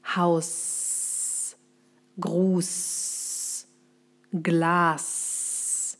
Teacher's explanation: Steht das S am Ende eines Wortes, sprichst du es ohne Stimme, also scharf, nur mit Luft. Beispiel Haus, Gruß, Glas. · Term: scharfe S